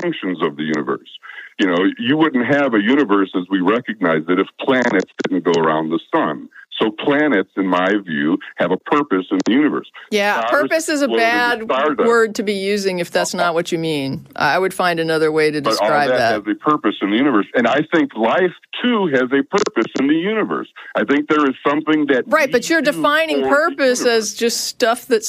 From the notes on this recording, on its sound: The Atheist Experience is a weekly Internet television show based in Austin, Texas geared toward a non-atheist audience. Every week we field live calls from atheists and believers alike.